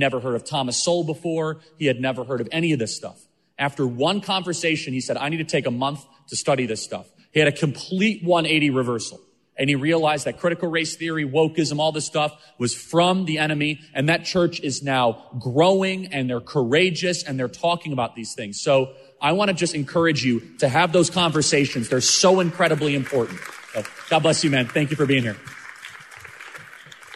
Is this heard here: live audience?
yes